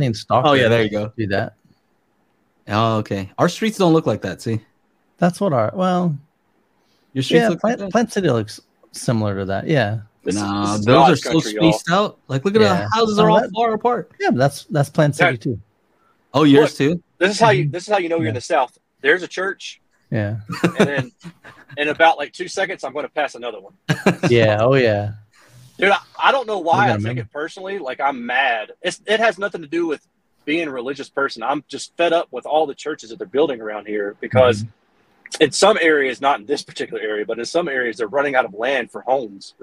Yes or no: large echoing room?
no